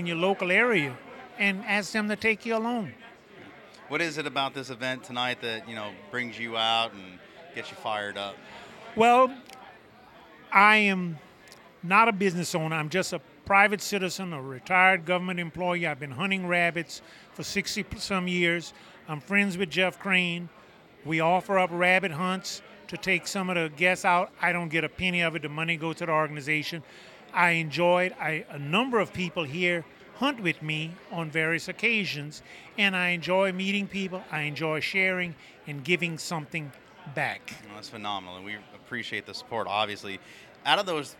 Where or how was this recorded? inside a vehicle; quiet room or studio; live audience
live audience